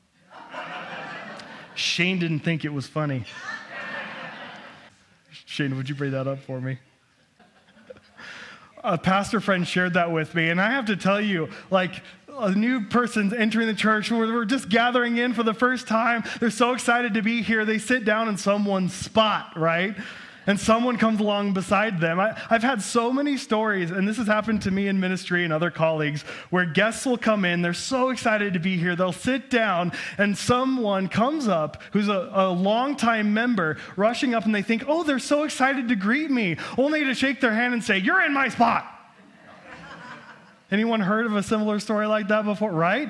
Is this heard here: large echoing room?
yes